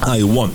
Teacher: W-A-N-T se escribe, pero se dice con una A tirando a una O.